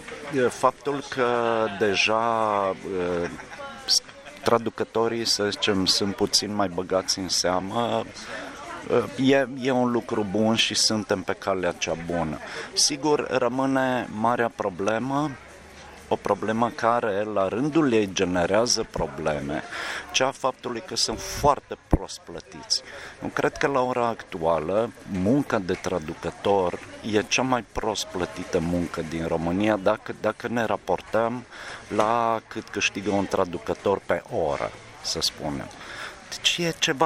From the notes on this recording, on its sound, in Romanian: La FILIT Iași chiar în ziua când urma să avem parte de Noaptea Albă a Poeziei. Am reușit să-i iau un interviu cu mult zgomot de fond interactiv.